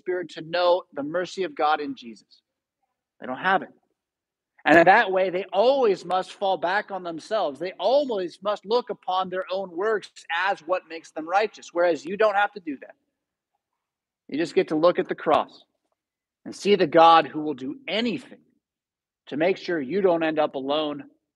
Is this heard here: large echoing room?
yes